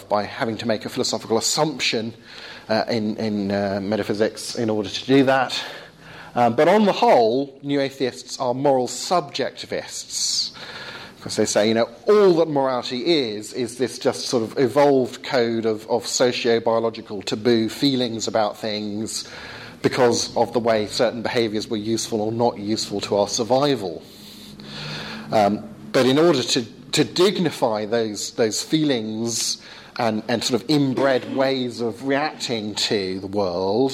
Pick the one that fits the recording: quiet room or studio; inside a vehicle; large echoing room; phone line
large echoing room